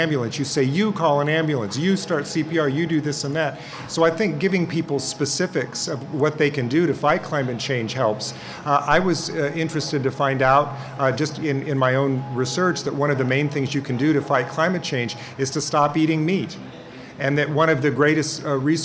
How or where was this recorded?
live audience